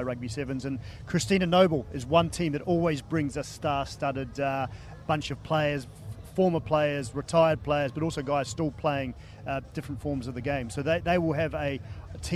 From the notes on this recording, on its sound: From the rooftop garden of Barasti